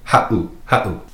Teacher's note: with the 7 in there, makes that little glottal stop, that pause. So you say ha'u, ha'u.